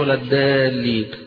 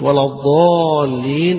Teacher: المطلوب ان فرق بين الضاد والدال، فإذا قلت ولا الضالين ما هيش ولا الدالين، ما هيش كده، يبقى فرق بين الدال وبين الضاد فيها تفخيم